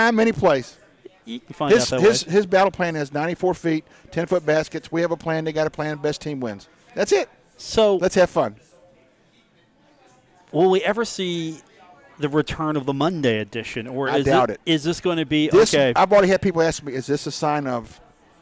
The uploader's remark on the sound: broadcast live from The Union Pub and Grill in Huntington, West Virginia.